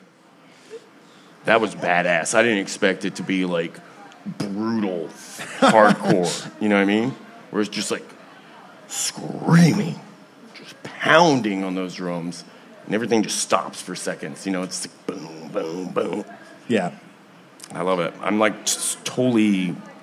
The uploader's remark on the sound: Taking over the stage of The Lost Well in Austin, TX on Mondays. Recorded Live at The Lost Well in Austin, TX on 11/23/2021.